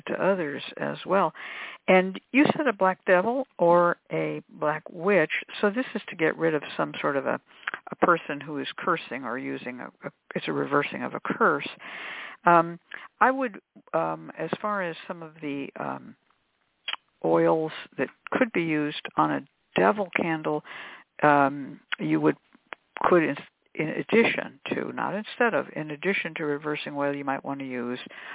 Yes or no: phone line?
yes